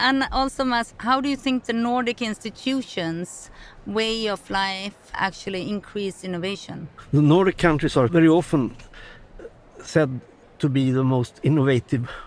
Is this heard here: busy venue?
yes